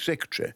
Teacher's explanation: In the upper class British, you know, you lose unstressed syllables, like secretary.